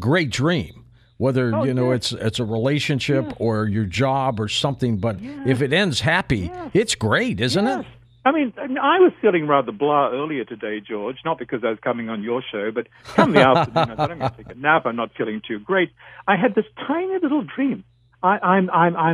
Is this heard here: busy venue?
no